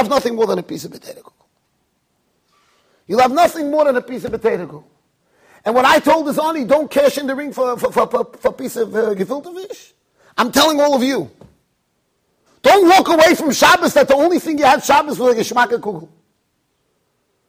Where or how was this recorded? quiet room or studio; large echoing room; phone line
large echoing room